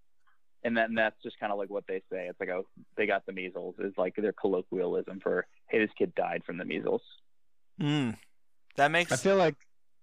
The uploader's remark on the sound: the podcast turns into more of a conference call